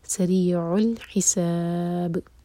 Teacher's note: آگے با پر رک رہے ہیں تو پھر با پر قلقلہ